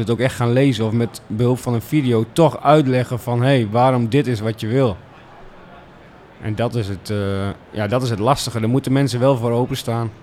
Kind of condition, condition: setting, busy venue